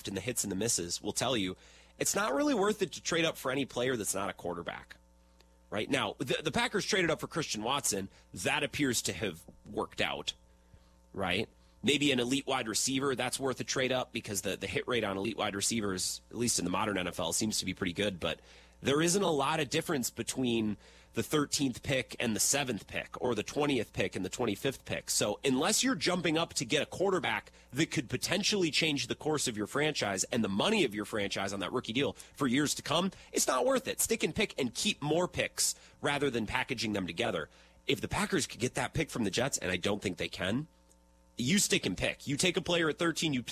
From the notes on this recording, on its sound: Live in Maryvale. Broadcasting live from Brewers Spring Training.